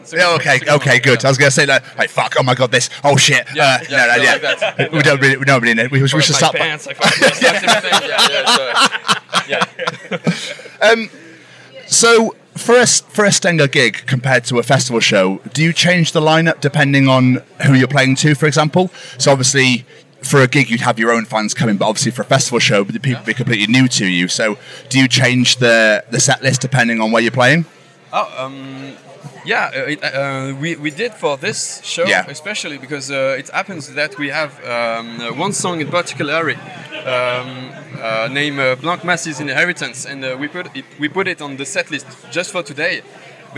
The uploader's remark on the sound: From our 'Live from Bloodstock 2023' series.